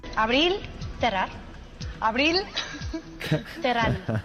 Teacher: Que tiene como una de sus características este fenómeno de pronunciar la L, donde normalmente hay una R en la posición final de sílaba